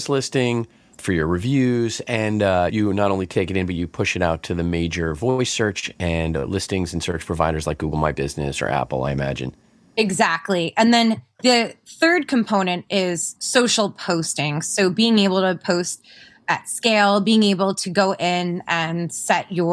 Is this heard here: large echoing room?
no